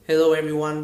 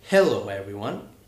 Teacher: So, it's, so instead of saying hello everyone, you should say hello everyone with a little bit of stress on the first syllable · Shown in: second take